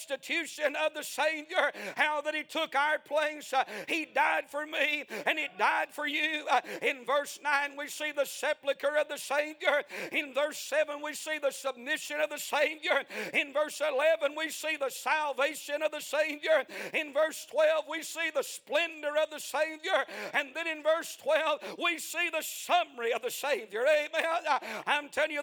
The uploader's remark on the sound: A sermon preached On The 62nd Annual Homecoming Sunday Morning February 19, 2023.